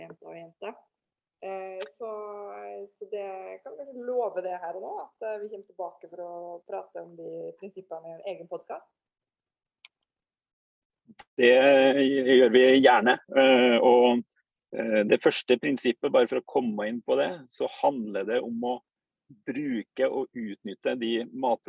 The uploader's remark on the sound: Live Zoom. I denne live-sendingen.